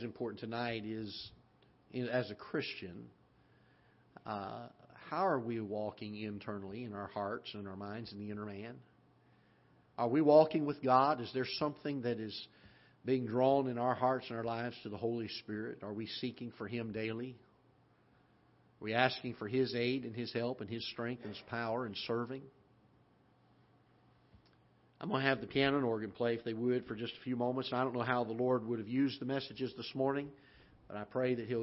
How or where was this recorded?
large echoing room